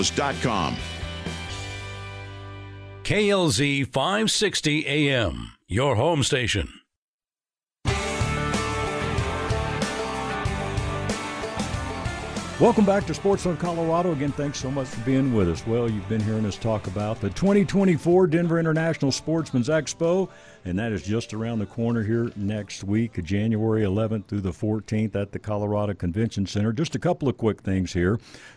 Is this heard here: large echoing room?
no